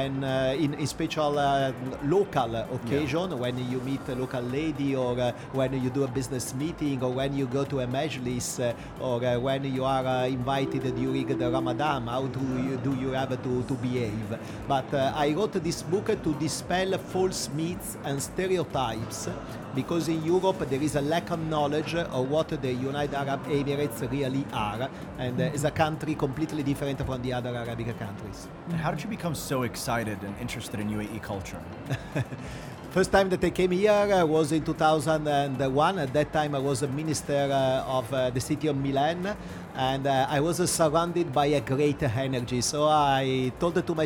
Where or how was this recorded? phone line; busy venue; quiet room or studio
busy venue